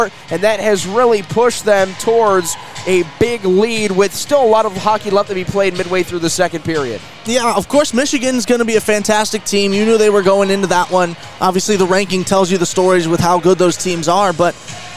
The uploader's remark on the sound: live from the Compton Family Ice Arena in South Bend, Indiana.